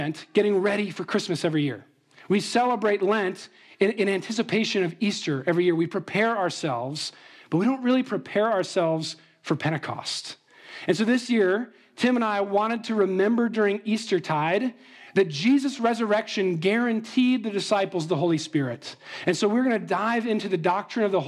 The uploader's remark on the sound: Trinity Anglican Church • Littleton, Colorado